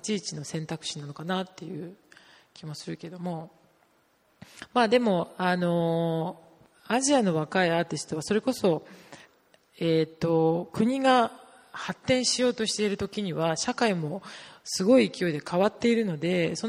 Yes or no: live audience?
yes